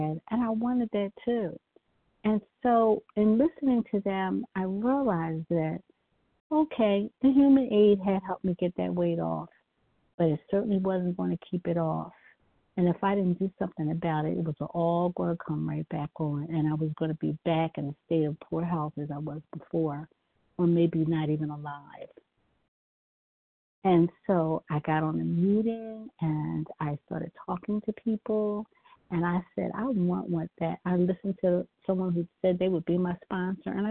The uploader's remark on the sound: 100 Pounders Phone Meeting, 6/19/23.